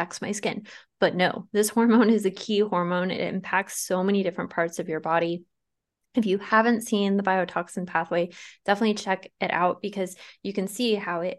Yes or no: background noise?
no